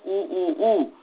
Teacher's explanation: परंतु मुर्गा ही एक ऐसा पक्षी है कि वह तीनों का उच्चारण करता है, ह्रस्व का भी, दीर्घ का भी, प्लुत का भी उच्चारण करता है।